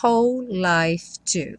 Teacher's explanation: Essa palavra whole, embora tenha um W aí no começo, você só escuta o som do H, que em inglês é esse som h, h, h.